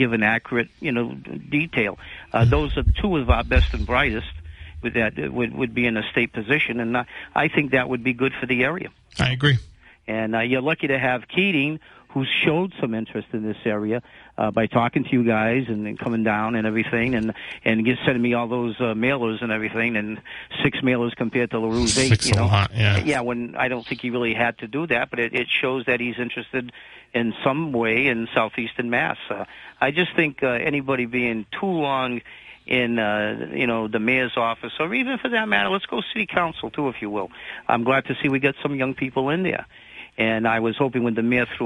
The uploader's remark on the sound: takes calls and app chat messages from the audience